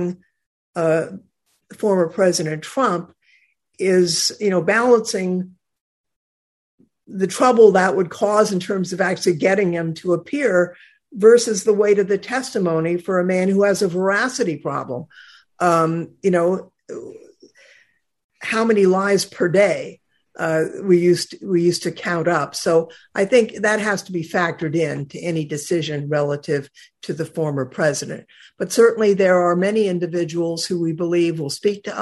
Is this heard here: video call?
yes